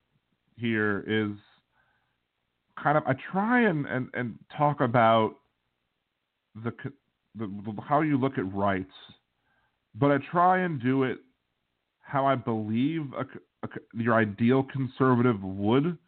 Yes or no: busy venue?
no